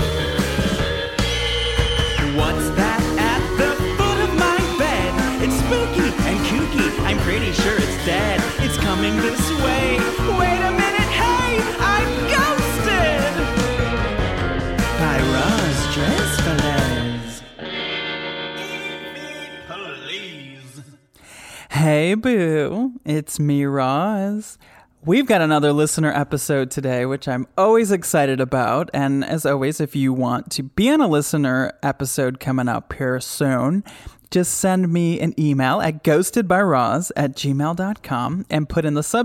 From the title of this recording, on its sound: Listener Phone Call Extravaganza